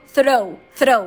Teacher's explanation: eu não fazia o R bem retroflexo. Eu fazia algo como throw, throw.